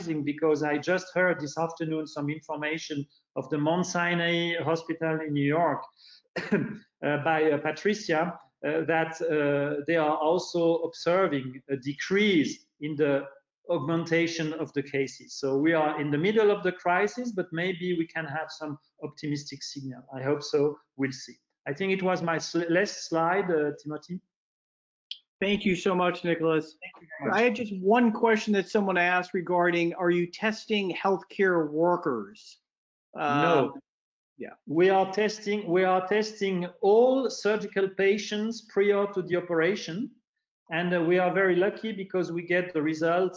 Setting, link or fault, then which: link, video call